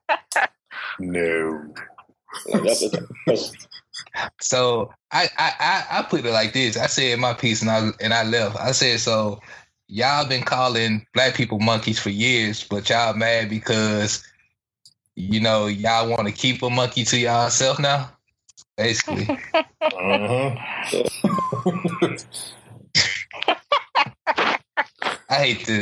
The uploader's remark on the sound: We apologize for the quality issues in this episode